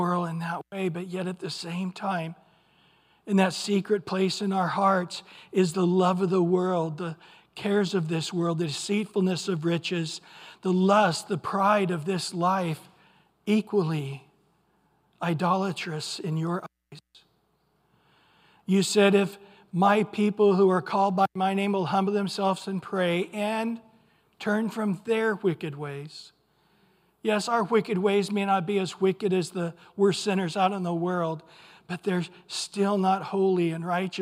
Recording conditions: large echoing room